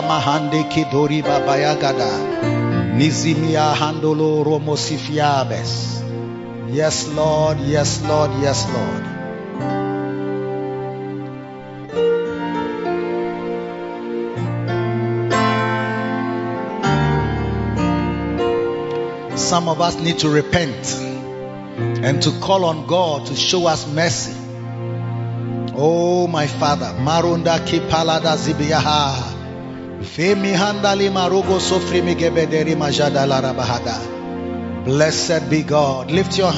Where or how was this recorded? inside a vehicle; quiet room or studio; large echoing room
large echoing room